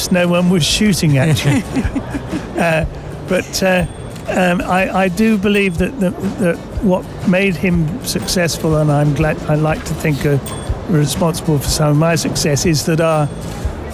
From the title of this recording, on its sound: Live from SIBF 2023